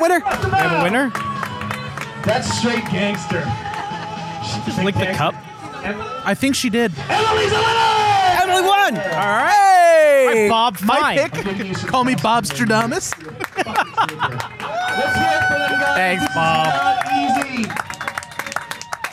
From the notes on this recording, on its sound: Record a special on-location crossover Podcast featuring the events, offerings, and unique people of the ‘Saucetober Fest’ Hot Sauce Festival at Lone Eagle Brewing in Flemington NJ. Finally, we commentate live during the Hot Wing eating challenge.